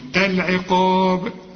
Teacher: رقاها شديد العقاب، القاف مفخمة والمد كمان بتاعها مفخم، شوف العقاب وقلقل الباء لأنك هتقف عليها